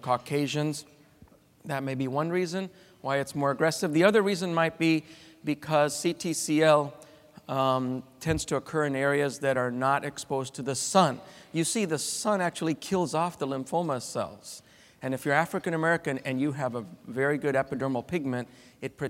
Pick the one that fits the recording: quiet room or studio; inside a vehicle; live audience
live audience